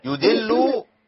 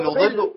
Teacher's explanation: عايزين نبين الضاد عشان ما تبقاش دال · Shown in: second take